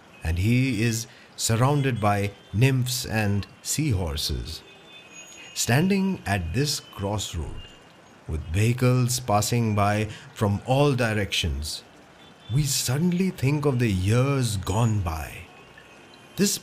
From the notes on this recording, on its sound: The view from Wellington Fountain | Regal Cinema | Colaba Causeway | Maharashtra State Police Headquarters. On this sound journey through the roads, streets, bylanes of South Mumbai. You and I will visit some prominent buildings, landmarks and food joints with actual ambient sounds and noises. Watch your step as we cross streets and avoid traffic as we go about on this storytelling tour around the Flora fountain & Hutatma Chowk in the Fort area of South Mumbai.